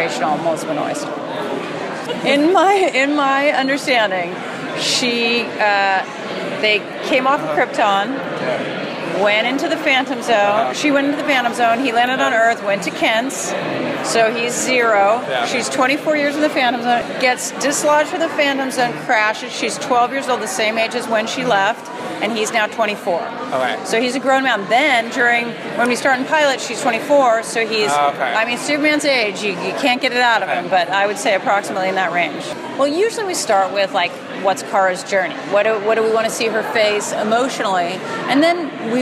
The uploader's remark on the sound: Taped at San Diego Comic Con.